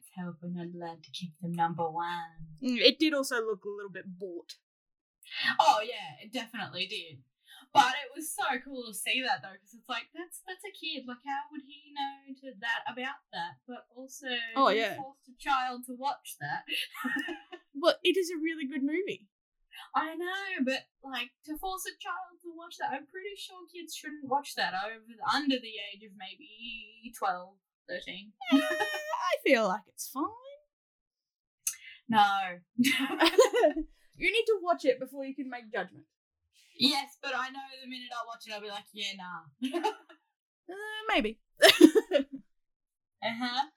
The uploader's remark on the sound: Capricon 2019. A Q & A with the audience. Apologies for the audio this week.